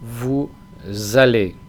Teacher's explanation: pegamos la S del vous con la palabra siguiente, en este caso allez.